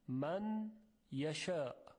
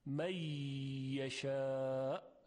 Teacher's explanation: ادغامش از نوع ناقصه، یعنی غنه نون باقی میماند · Shown in: second take · می یشاء، نمیگوییم می یشاء، صفت غنه باقی میماند.